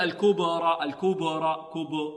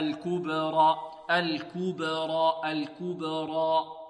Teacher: هي لأن فيها ضم الشفتين، الكو الكوب، ونأتي نقلقل الباء هنا اضطراب في المخرج · Shown in: second take · Term: القلقلة